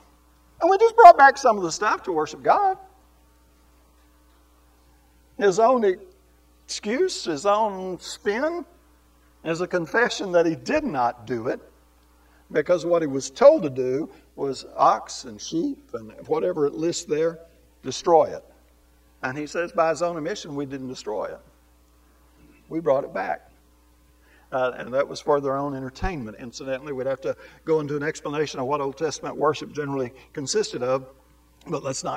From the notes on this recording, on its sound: This Sunday sermon was recorded live.